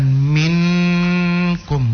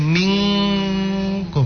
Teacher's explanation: Macam nun sukun ketemu dengan kaf. Ibu pastikan langsung bunyi NG dia. · Shown in: second take · Term: ikhfa